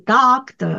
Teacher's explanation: ドクターの時のあも意外と大きくて、ダークターっていうふうに言うんですよ